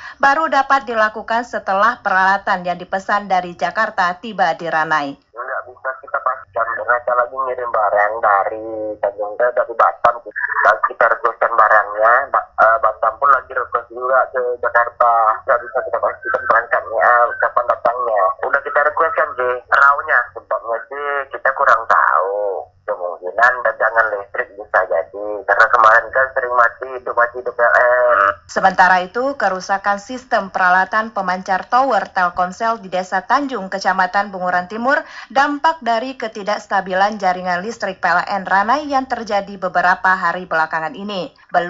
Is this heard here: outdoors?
no